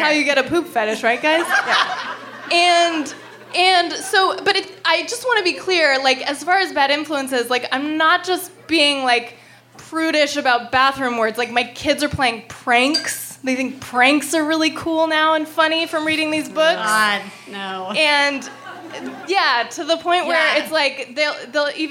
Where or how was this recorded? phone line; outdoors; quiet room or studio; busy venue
busy venue